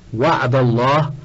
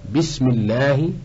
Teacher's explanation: وأما حكم اللام من لفظ الجلالة فهو أنها إن وقعت بعد فتح نحو وعد الله، أو ضم نحو إني عبد الله فخمت، وإن وقعت بعد كسر نحو بسم الله رققت